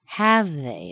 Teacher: Okay, have they? It drops down, so I want you to agree with me.